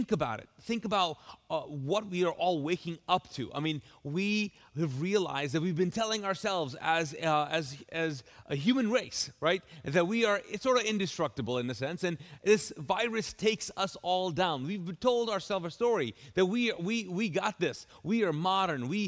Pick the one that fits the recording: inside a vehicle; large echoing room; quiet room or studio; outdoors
large echoing room